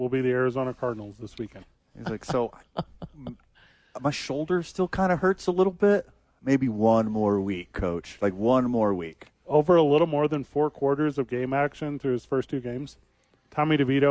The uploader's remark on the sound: live from the Albuquerque Dukes Store